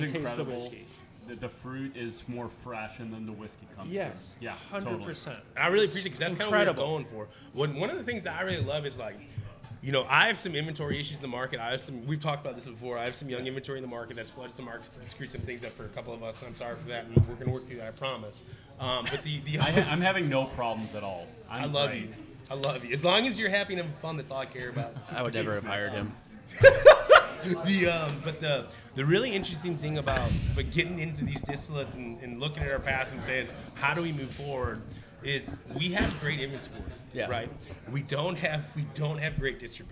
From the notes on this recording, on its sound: Live from Delilah’s we celebrated World Whisky Day with our good friends from six distilleries from across the world.